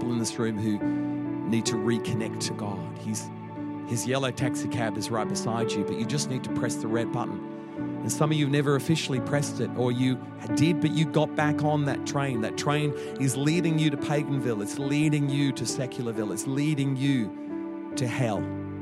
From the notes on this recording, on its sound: Echo Church Melbourne